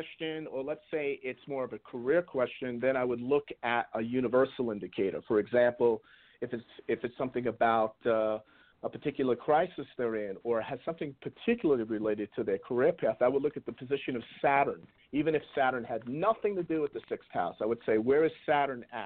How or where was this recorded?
phone line